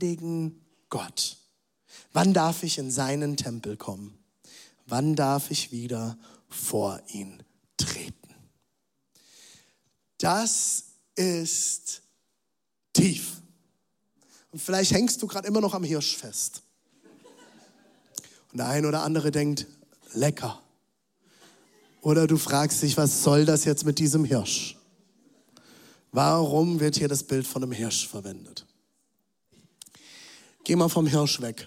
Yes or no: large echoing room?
yes